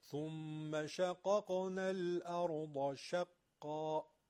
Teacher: قاف ساکنش هم قلقله میگیره